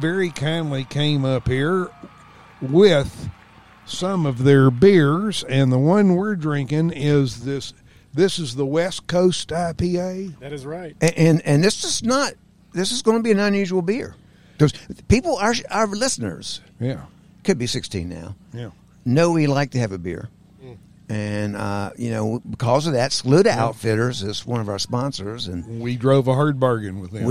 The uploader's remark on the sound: We were invited to show up at the Forest Festival at DuPont State Recreational Forest near Brevard, North Carolina a few weeks ago to record a series of podcasts.